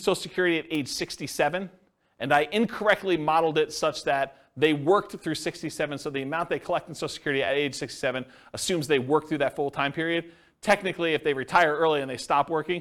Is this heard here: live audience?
yes